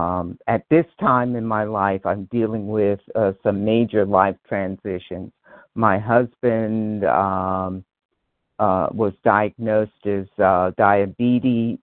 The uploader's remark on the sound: From the 100 Pounders Phone Meeting.